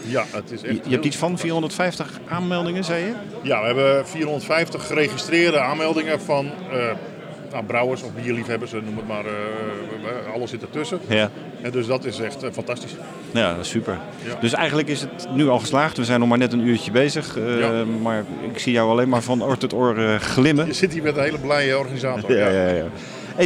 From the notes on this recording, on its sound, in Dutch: Tijdens de Dutch Craft Beer Conference (23 maart 2023) in Den Bosch